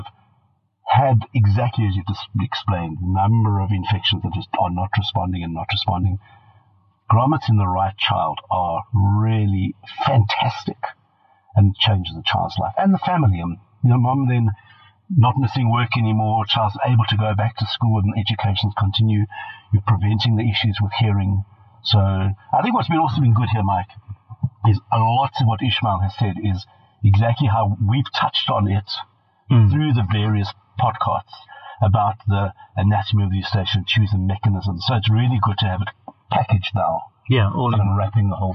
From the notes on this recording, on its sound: Our recording quality will be back up to standard.